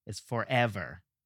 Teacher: It's not forever, it's forever. So for and ver are clearly not emphasized.